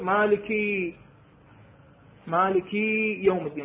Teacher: إذا أشبعت الكسرة راح يصير عندنا هنا شنو ياء